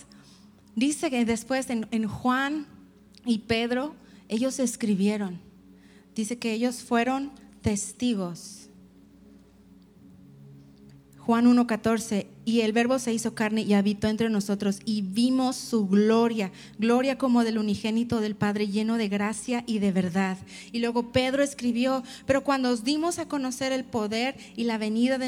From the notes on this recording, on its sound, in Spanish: Conferencia En Vivo 2019